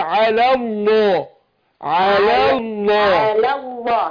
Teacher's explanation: فانا عايز ارقق الاولى وافخم ايه لام لفظ الجلاله